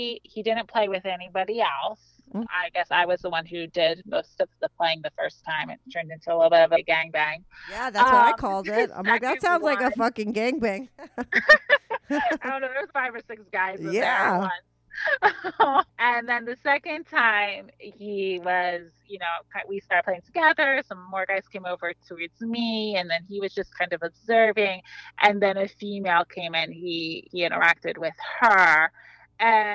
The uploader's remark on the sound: They both called in to talk all about it.